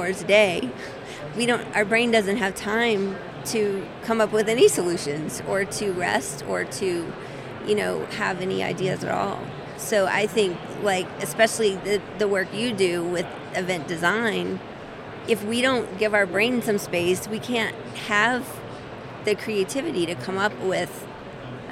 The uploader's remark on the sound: Live from #IMEXAmerica